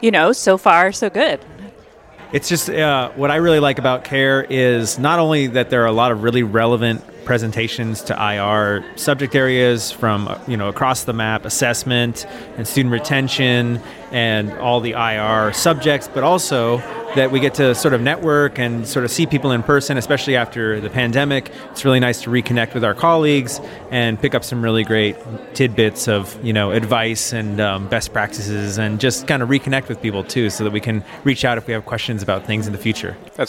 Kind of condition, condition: setting, busy venue